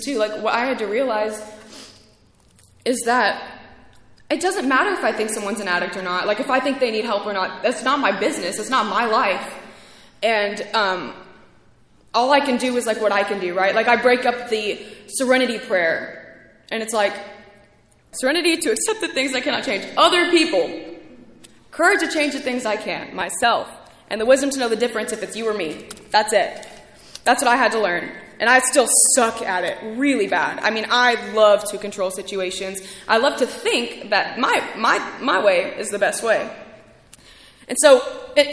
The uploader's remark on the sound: speaking at ARVANA convention 3/2023